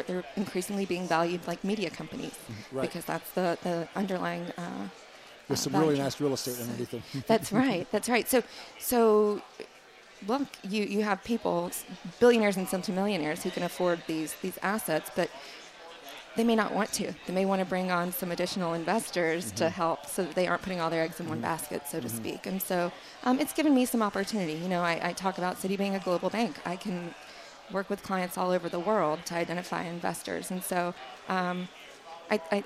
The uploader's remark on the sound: at the Wharton Sports Business Summit 2018